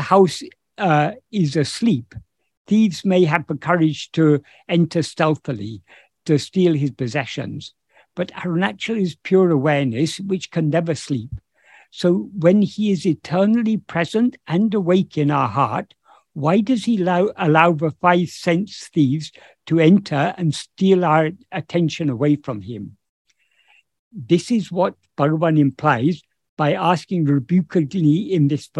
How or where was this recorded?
video call